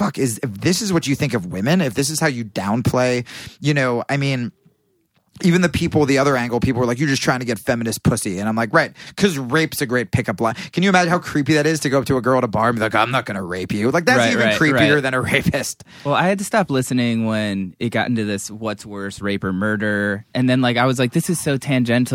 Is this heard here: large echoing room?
no